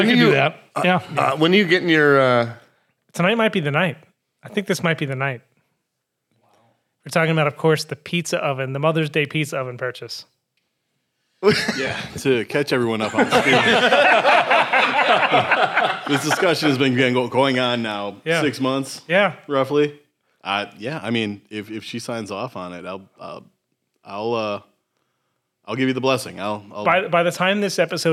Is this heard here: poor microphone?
no